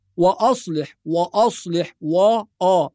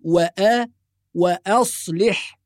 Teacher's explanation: وسبب تفخيم الواو والهمزة حرف الصاد، لأن حرف الصاد مفخم وأقوى حرف في الكلمة، فيجذب الحروف المرققة لأنها أضعف منه. إذا نحافظ على ترقيق الواو والهمزة ثم نفخم الصاد · Shown in: second take · فنقول وآ وأصلح وليست وأصلح.